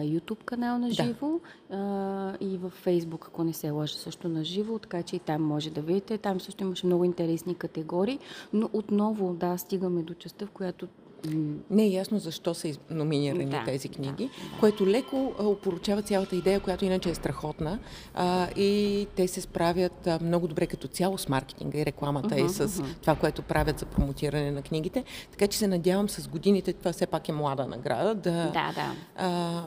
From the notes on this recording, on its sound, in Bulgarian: Записахме този епизод от гардероба на НДК. По време на Коледния панаир на книгата, официално известен като Софийски международен панаир на книгата.